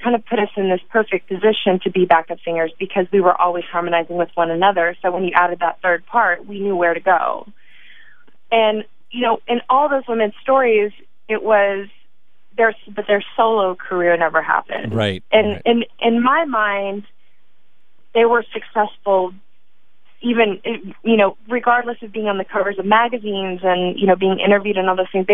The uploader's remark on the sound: grabbed some time over the phone